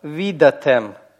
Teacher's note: Присоединяем союз «вав». Гласный союза «шва» просветляется до «хирека», и «йод» сливается с «хиреком»